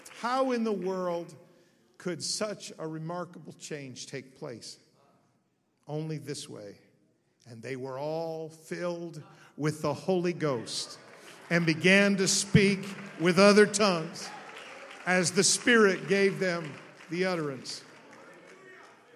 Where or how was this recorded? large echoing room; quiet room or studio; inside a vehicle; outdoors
large echoing room